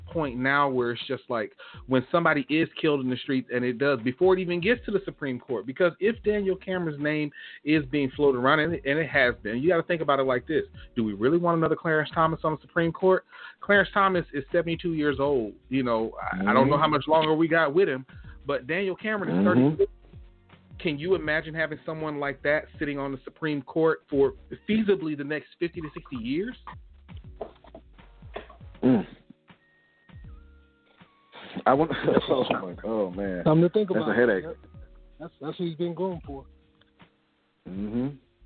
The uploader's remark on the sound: the phone lines will be open